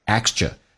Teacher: 那么它有浊化，第一个 TR 浊化成 DR 叫 extra,第二个是 k 是不发音，因为在美式发音两个辅音在一起只用发后面一个，就变成 extra time,额外的时间。 spend 跟 extra 也可以有一个连，可连可不连，如果连的话就变成 spend extra time at work, time 跟